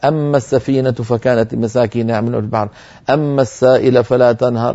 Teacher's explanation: ولم يعين في أي سورة، إذن في كل القرآن، في كل القرآن أينما رأيت أما فإنك تجدها موصولة، يعني النون مدغمة في الميم، كتبت ألف ميم ألف والميم عليها شدة كما نرى على اللوحة.